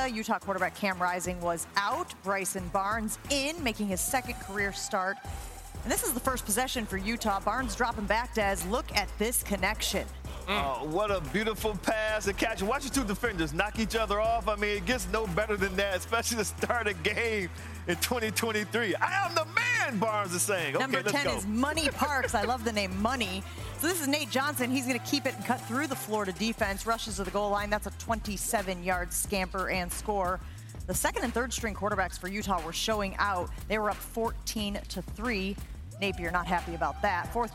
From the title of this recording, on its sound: Live from Charlotte